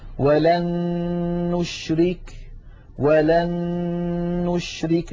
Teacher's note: لاحظوا بأن النون الأولى قد صارت مع النون الثانية نونا واحدة مشددة